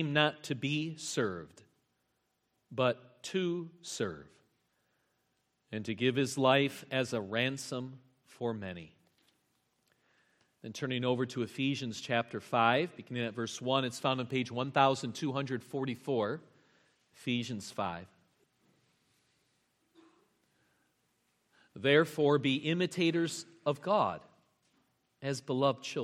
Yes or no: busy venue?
no